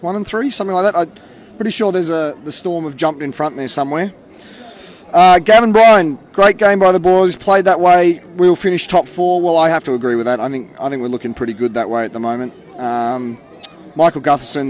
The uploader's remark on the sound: on location at Canberra Stadium